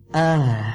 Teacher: Karena hak itu ya keluar dari pangkal tenggorokan, ya paling dalam ya. Ah ya, hamzah dengan hak itu keluar dari tenggorokan paling dalam. · Term: hak tebal